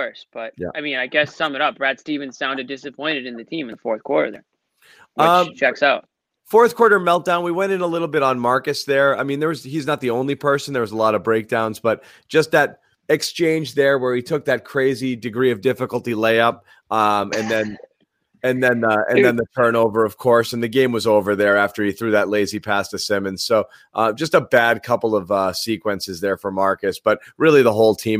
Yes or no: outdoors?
no